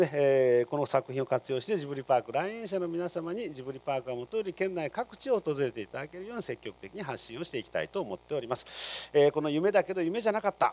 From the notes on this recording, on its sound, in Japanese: 愛知県「愛・地球博記念公園」で行われました『ジブリパーク』に関するメディア向け発表会の模様をお送りします。